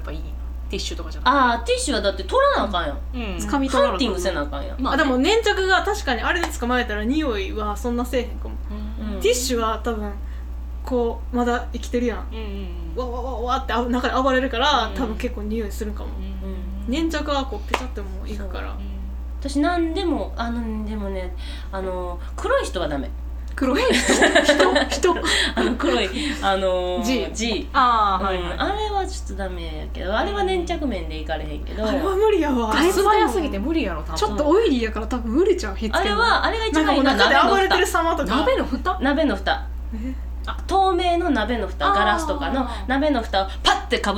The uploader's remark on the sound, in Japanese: 宅録の為何時もよりやや音質が落ちております